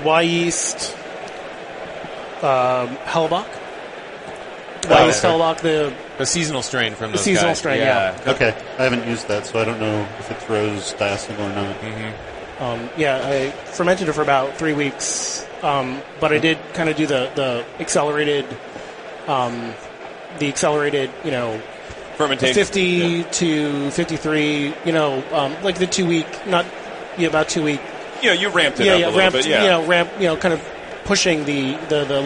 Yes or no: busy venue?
yes